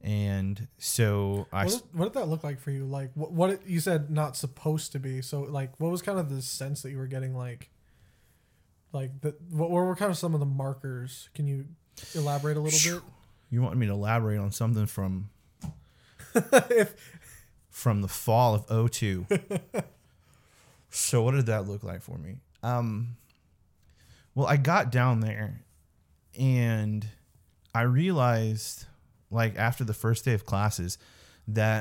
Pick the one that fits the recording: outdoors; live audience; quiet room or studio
quiet room or studio